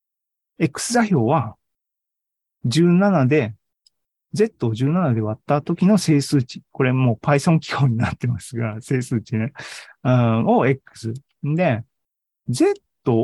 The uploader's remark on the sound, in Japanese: ２０２２年１２月２１日に開催した ZOOMライブの模様です